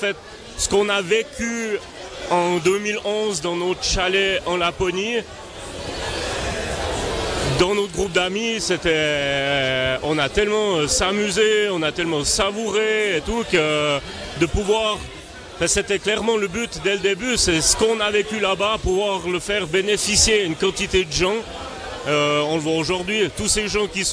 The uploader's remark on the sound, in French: La table ronde est en direct de la "Ski-24". La compétition de ski de fond en relais vit sa dernière édition en 2023 aux Mosses.